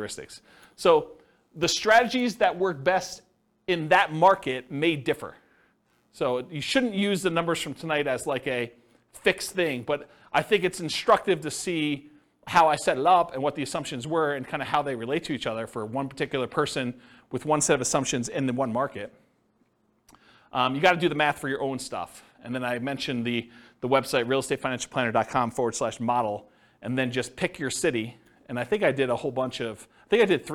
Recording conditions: live audience